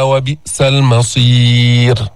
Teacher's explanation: رققنا الراء لأنه سكنت وقفا وقبلها ياء ساكنة · Term: ترقيق